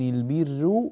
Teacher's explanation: هذه الراء هنا المضمومة سبقت بكسر، فينبغي الإتيان بترقيق الراء